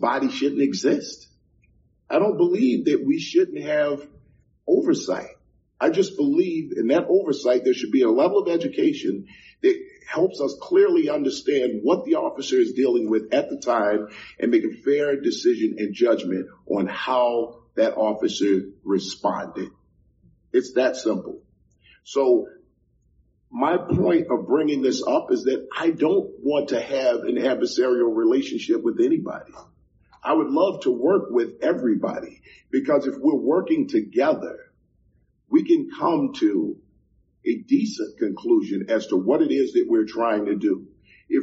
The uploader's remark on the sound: audio from a public meeting of the Chicago Police Board on Feb 22 2024